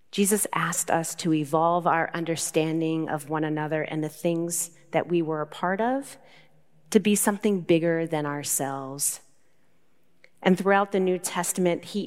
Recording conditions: large echoing room